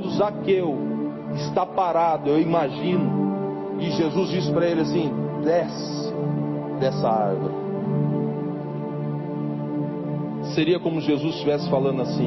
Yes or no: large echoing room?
yes